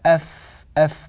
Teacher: والفاء أف أف من الشفة السفلى